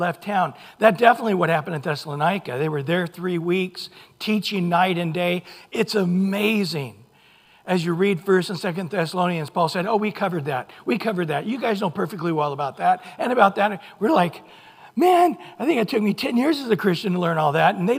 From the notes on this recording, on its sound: Recorded at Calvary Chapel of Los Alamitos on Aug 6 2023 on Sunday Morning Sermon.